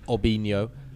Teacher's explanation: the R on Brazilian names is actually an H pronunciation in Brazil